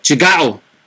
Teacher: Brasileiro tem isso, tigal! Ou seja, o gal fica mais alto, mais forte